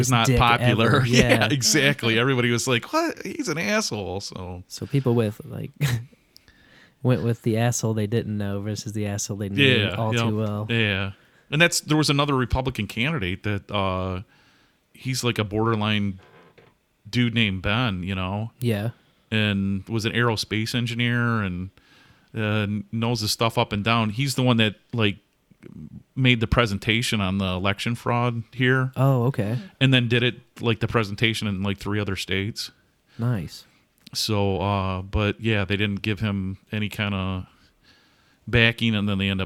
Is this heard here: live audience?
no